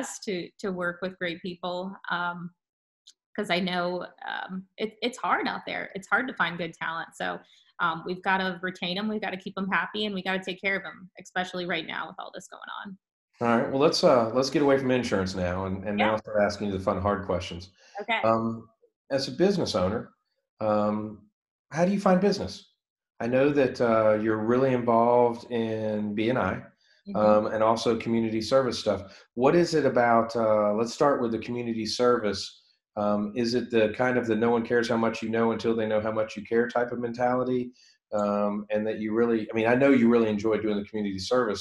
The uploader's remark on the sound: via Zoom